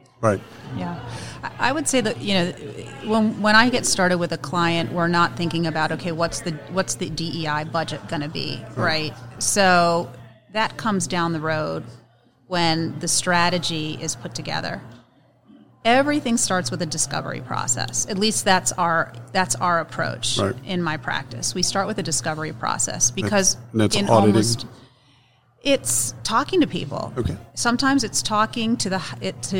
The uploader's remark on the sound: Live from SHRM Talent